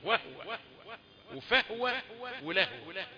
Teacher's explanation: أنا ليه علشان في ناس بتقرأ بسكون الهاء وهو وفهو ولهو في قراء بيقرأوا بسكون الهاء في هذه المواضع